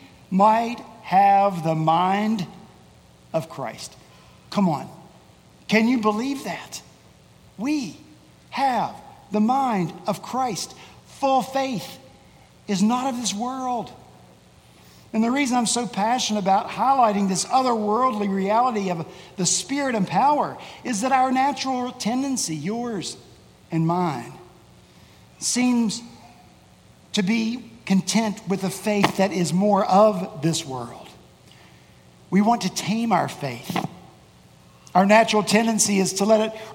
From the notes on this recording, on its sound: At Redeemer Presbyterian Church in Charleston, SC